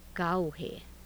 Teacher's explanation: An allophone of A, assimilating to the preceding vowel.